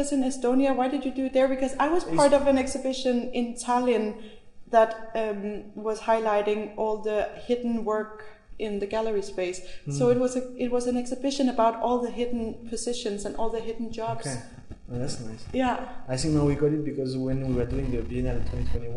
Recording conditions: busy venue